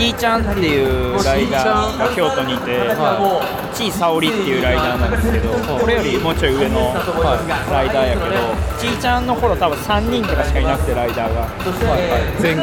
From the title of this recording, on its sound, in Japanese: 屋外収録「マイナビ JapanCup 名古屋大会 - BMXフリースタイルの現場にて」